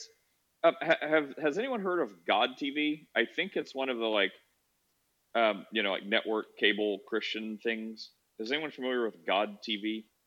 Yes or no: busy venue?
no